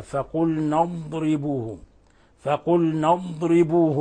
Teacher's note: أما الضاد فتخرج من حافة اللسان مع ما يليه من الأضراس العليا. فهنا لما نقول فقل نضربه، ما بصير نقلقل الضاد، لأن الضاد ليست من حروف القلقلة. · Term: حرف استطالة